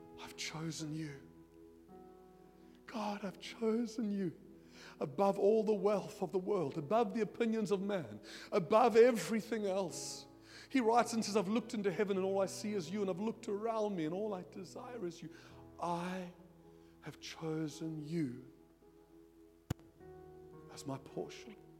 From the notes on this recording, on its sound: at Joshua Generation Church Milnerton congregation